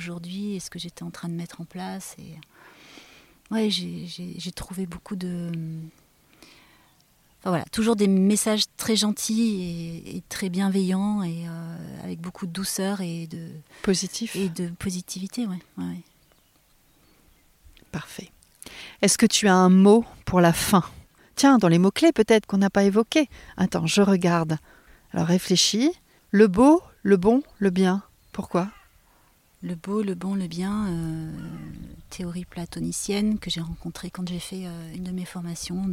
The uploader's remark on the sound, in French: Tiny House en Dordogne. J'expérimente l'enregistrement en extérieur, et je peux vous dire que nous avons kiffé le chant des oiseaux, le petit bruit des insectes, et le doux murmure d'une tronçonneuse au loin.